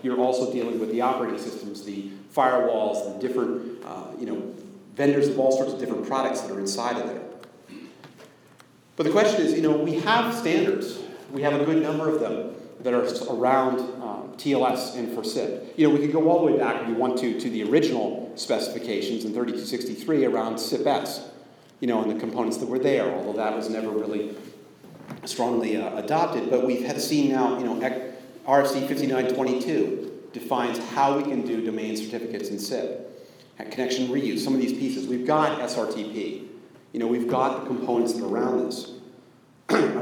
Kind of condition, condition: setting, live audience